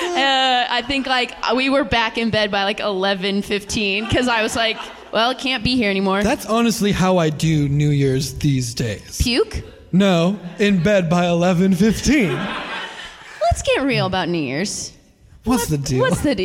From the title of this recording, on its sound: Live From the Dallas Comedy House (Late Show!)